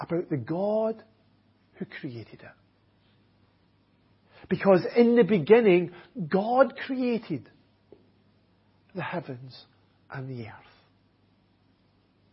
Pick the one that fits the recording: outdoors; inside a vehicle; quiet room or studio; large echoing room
large echoing room